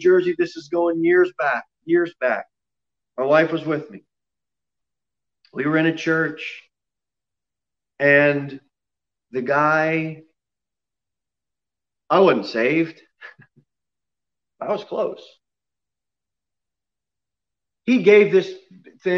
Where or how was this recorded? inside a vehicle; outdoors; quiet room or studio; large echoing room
large echoing room